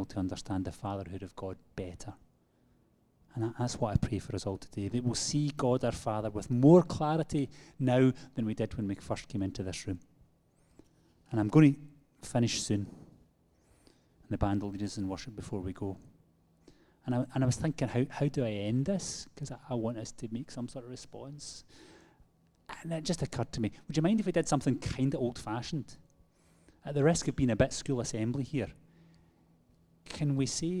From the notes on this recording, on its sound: Live from our Sunday Gathering